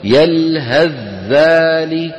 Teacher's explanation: نصل بإدغام الثاء في الذال، بأن نقلب الثاء إلى ذال ويكون النطق بماذا؟ بذال مشددة